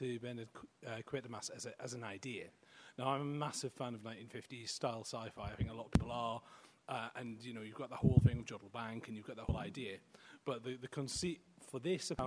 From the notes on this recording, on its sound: Live from Harrogate - Eastercon Special. A special live version of the popular book podcast, presented at Follycon 2018.